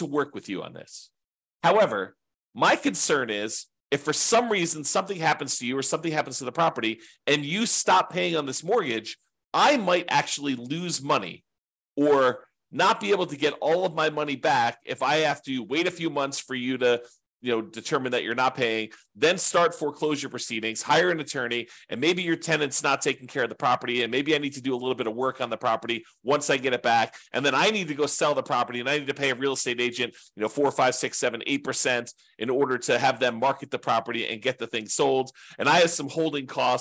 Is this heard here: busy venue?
no